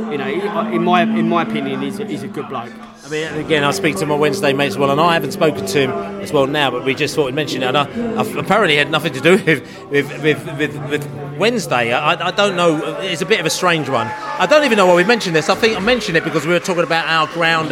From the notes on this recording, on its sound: Barnsley pre-match podcast from the pub.